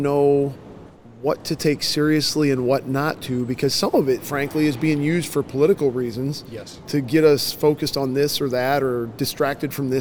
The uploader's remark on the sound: LIVE from CPE 2022!